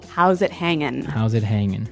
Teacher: usually you don't really pronounce the G in this context because it's very informal